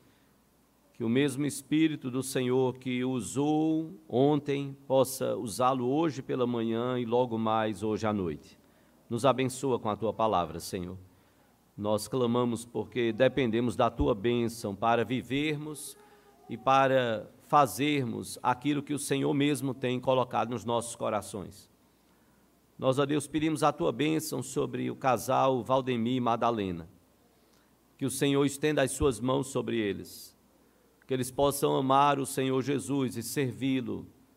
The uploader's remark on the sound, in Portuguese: no culto presencial e transmitido ao vivo no domingo pela manhã (9h)